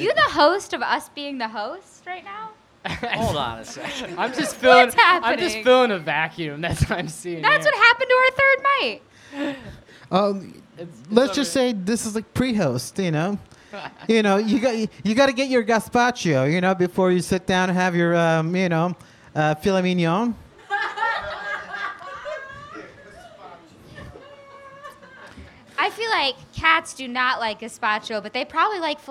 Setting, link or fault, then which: setting, live audience